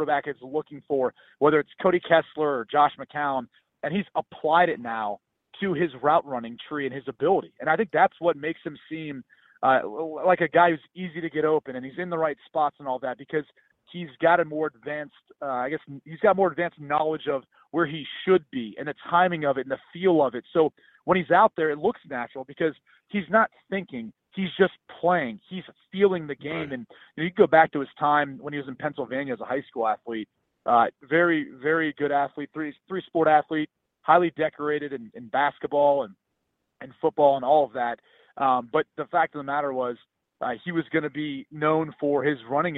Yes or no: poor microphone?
no